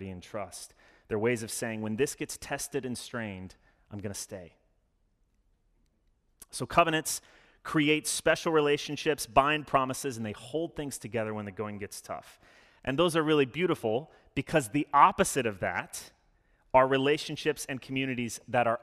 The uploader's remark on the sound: Sermon delivered Sunday, October 17, 2021. As an Anglican church, we follow a liturgy every Sunday which allows us to participate in worship together.